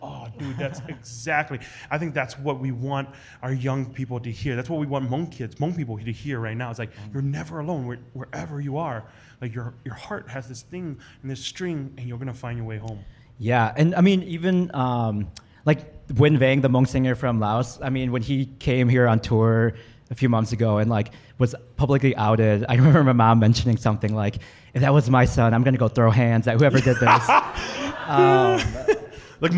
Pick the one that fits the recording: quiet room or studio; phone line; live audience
live audience